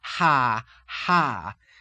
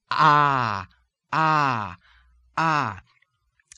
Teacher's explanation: do the ah now with a breathy onset of phonation · Shown in: second take